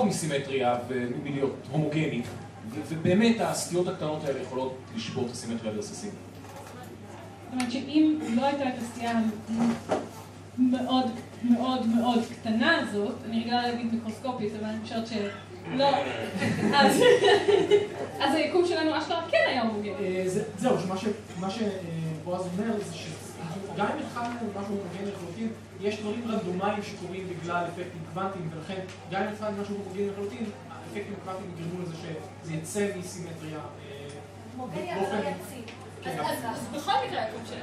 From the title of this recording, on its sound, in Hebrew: פרק מול קהל חי בפסטיבל אייקון